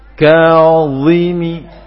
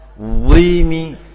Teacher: ketika mengucapkan ka maka dalam posisi lidahnya itu turun atau tipis · Shown in: second take